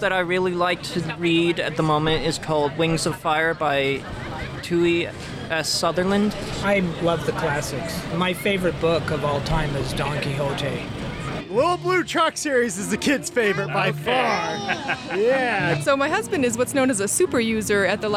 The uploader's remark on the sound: Impressions at the Cherry Pie Celebration 2022. Visits the Annual Cherry Pie Festival and chats with Loveland residents.